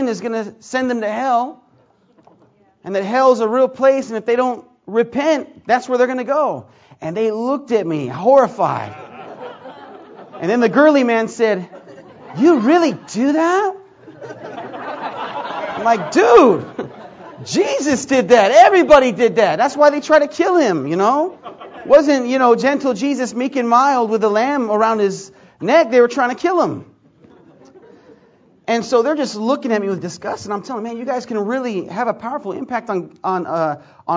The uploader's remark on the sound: Preached at McMinnville Conference 2009